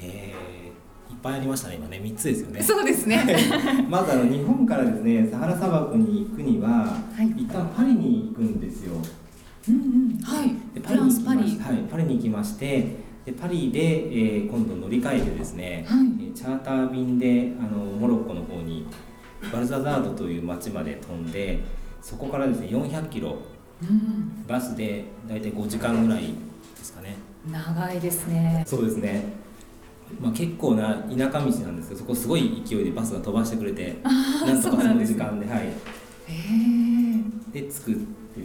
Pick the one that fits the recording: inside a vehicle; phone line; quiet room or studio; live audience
live audience